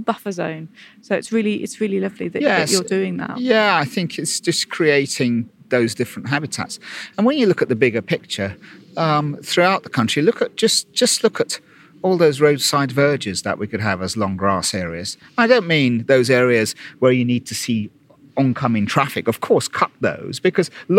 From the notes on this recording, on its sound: Wildlife gardening at Great Dixter. As we walk around the gardens.